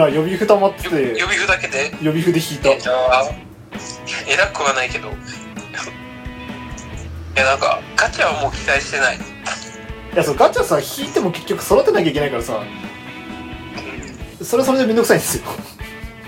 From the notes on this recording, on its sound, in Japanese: 録音機材：iPhone7